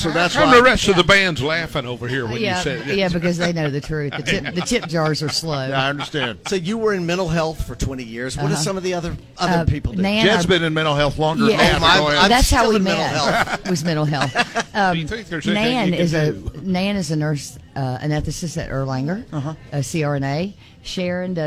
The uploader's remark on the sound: the live remote broadcast at Wimpie's